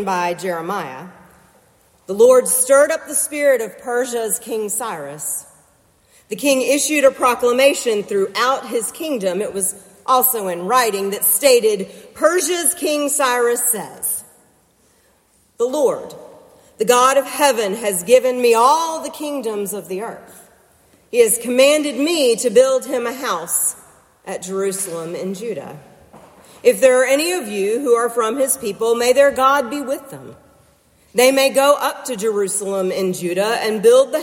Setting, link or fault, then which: setting, large echoing room